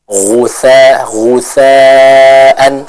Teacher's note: Tadi yang baca ghoinnya belum jelas ya, jadi kita sempurnakan huruf ghoin ini keluar dari tenggorokan bagian atas